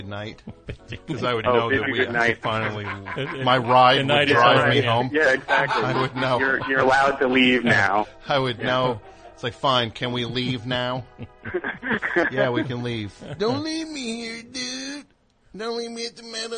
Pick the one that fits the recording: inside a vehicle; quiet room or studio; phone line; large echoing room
phone line